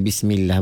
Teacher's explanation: Pertamanya bismillah, lam tu dibaca nipis, bismillah, bukan bismillah, bismillah.